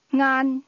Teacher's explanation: The word lunch is pronounced with a mid-level tone.